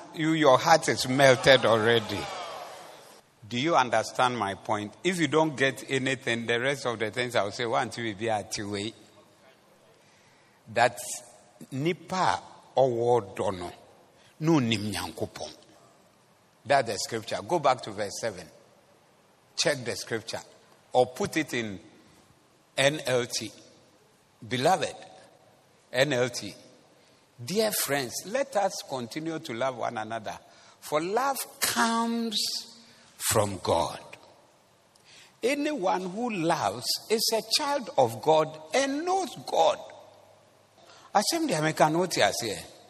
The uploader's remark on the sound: Preached at the Zeloo Service